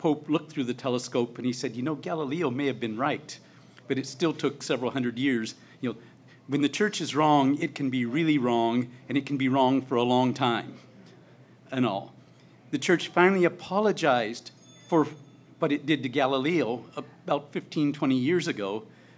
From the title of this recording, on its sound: LIVE at the Baltimore Podcast Festival